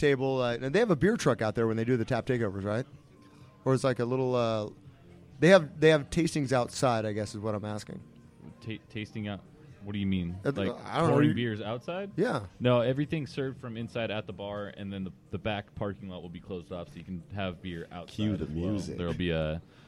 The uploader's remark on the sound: on location at the Mission Oaks Cafe